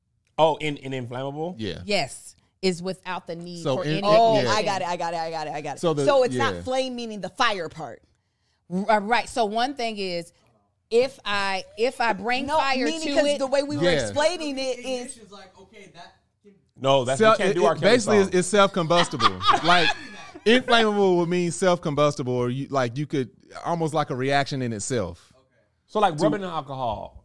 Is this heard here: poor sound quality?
no